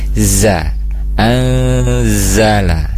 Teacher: untuk huruf zai, nah ujung lidahnya menyentuh ke gigi seri bawah